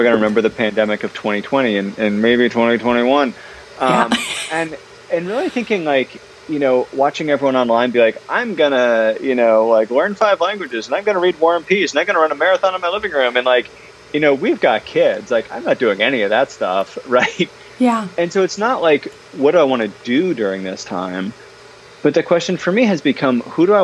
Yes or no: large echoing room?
no